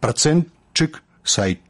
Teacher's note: гук «т» павінен зліцца з наступным «ш» у гук «ч»